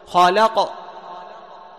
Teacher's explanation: اضطراب سريع في مخرج القاف من دون إكمال أو إتمام الفتح